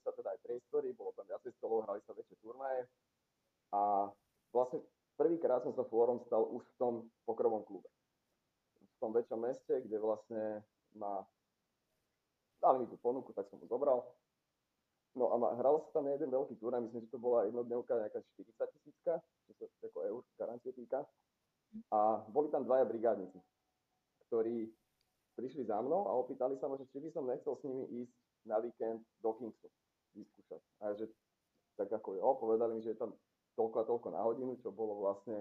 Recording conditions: poor sound quality